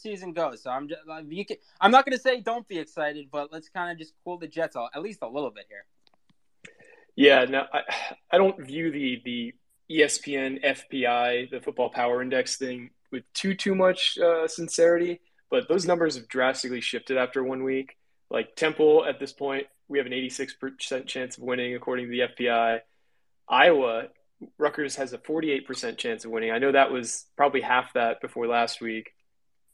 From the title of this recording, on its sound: Twitter Space Recording